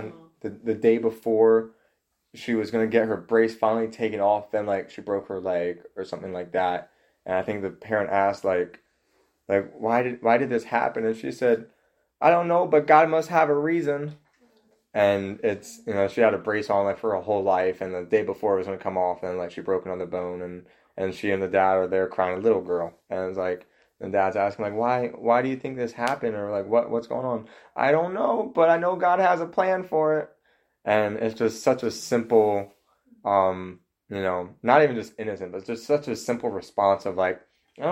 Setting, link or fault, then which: fault, poor sound quality